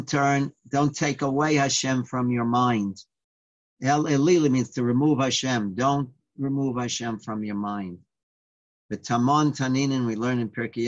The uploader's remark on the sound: Live On Zoom.